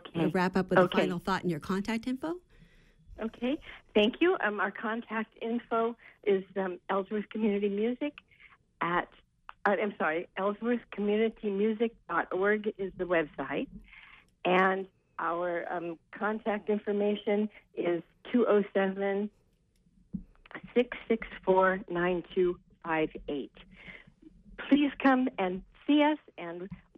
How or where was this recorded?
phone line